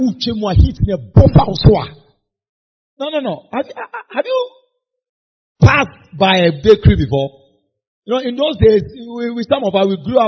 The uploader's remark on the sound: This message was preached at a Leaders and shepherds meeting